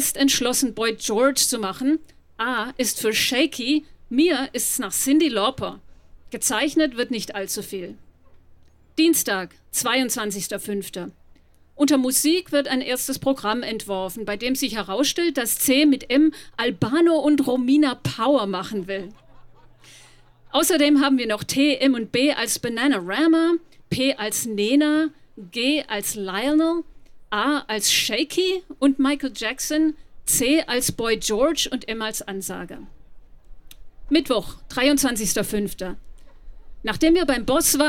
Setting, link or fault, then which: setting, live audience